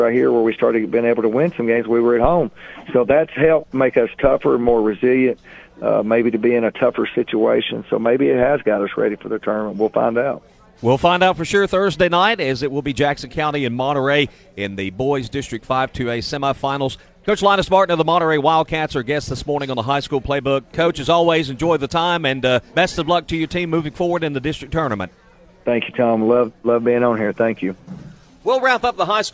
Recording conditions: busy venue